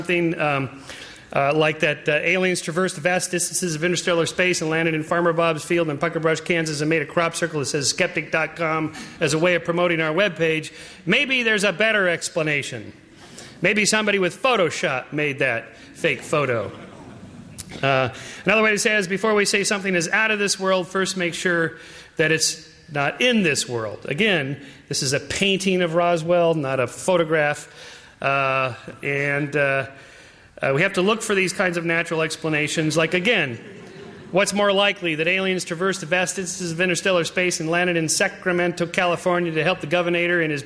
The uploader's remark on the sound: Talk presented by the Division of Biological Sciences and the Helen Edison Lecture Series at the University of California, San Diego.